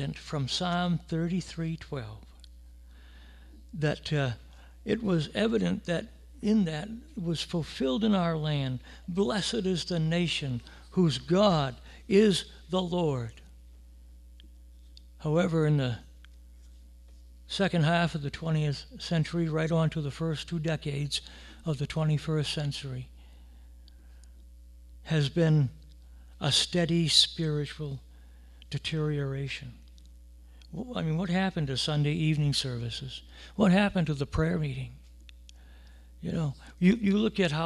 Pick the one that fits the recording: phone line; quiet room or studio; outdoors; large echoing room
large echoing room